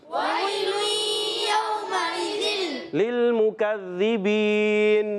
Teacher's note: यालीन में नरमी और वाउलीन में भी नरमी, नरमी से अदा करते हैं, सख्ती नहीं होगी, खींचना नहीं है, جھٹکا نہیں دینا.